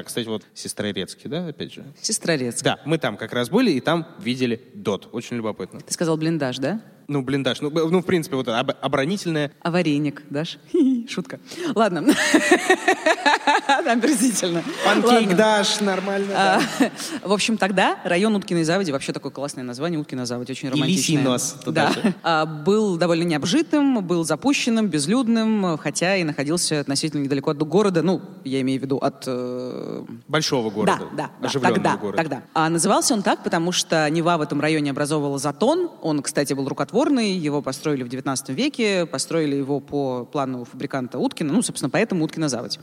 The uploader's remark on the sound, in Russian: Открытая запись. В новой открытой записи из Питера!